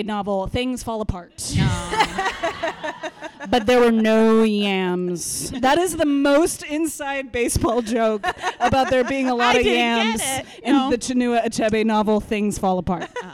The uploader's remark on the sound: LIVE at The PIT in New York City. Continual updates on how our audio levels are doing.